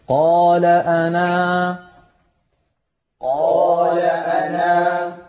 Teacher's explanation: لاحظتم كيف حذفنا الألف وصلا وأثبتناها وقفا